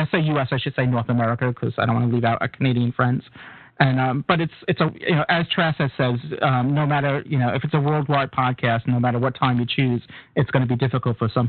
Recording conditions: phone line